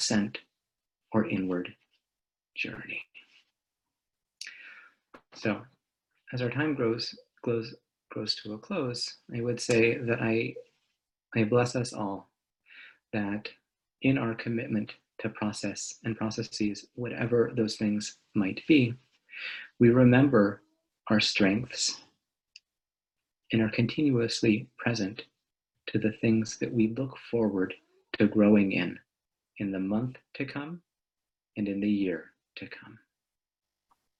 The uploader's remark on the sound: This audio was originally captured from Zoom